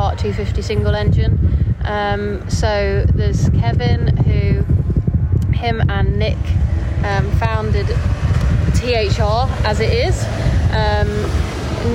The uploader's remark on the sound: we are live from the British SuperKarts at Outlon Park